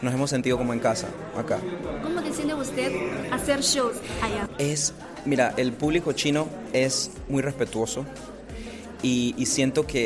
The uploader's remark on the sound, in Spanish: En una exposición de pinturas en Beijing. Radio Internacional de China en español hizo una entrevista exclusiva con él.